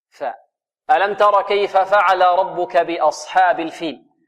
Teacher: الهمزة هنا مرققة ومفتوحة فتحا متوسطا بدون تقليل، والصاد مفخمة وتفخيمها بدون ضم الشفتين، لا نقول بأص، خطأ، وإنما بأص، حاء، والحاء هنا مرققة بدون تقليل، بدون تقليل، لا نقول بأصحابي أصحاء أو بأصحابي حاء، لا، بأصحابي حاء.